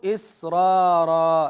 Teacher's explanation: أيضا مما يدخل في ضابط الترقيق ويفخمه ورش إذا كررت الراء، كما في هذه السورة في قوله تعالى: إسرارا، نجد أن الراء الأولى مفتوحة ومسبوقة بساكن وهو السين، وقبل الساكن مكسور، إذن حقها الترقيق لكن تفخم